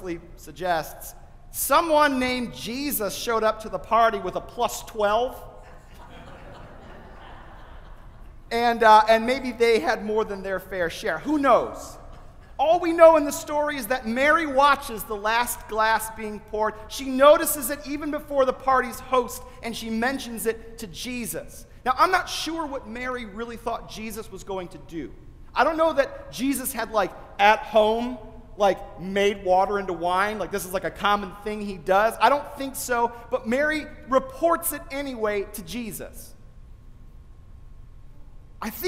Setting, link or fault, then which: setting, large echoing room